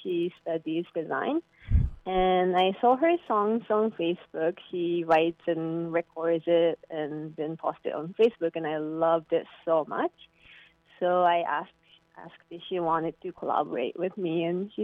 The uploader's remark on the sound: It's also the first time we have a phone interview with a director.